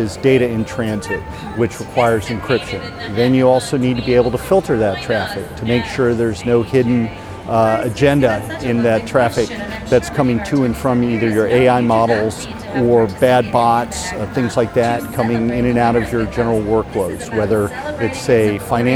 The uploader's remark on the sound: Live from the Greenroom: Intel Innovation 2023